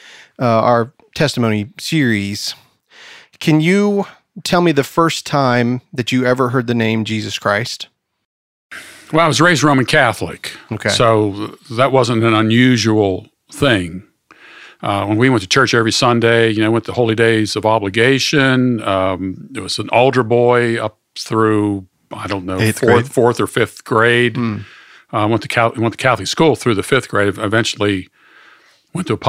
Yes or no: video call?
no